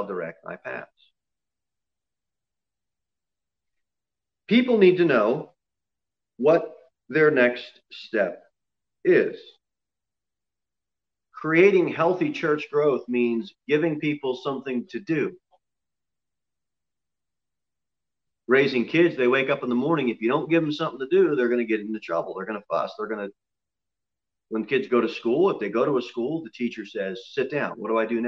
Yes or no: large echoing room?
yes